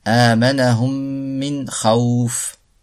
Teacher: On applique une ghunna nasalisation car il y a une mime mushaddada doublée.